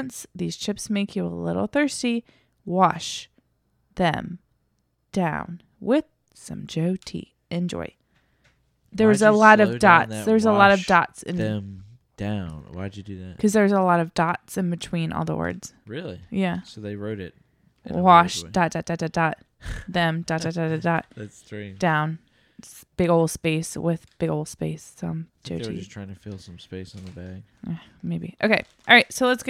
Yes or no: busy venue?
no